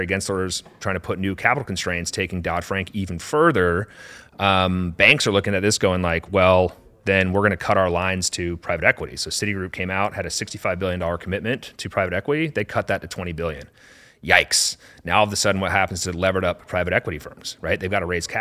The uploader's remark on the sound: recorded at Converge in San Francisco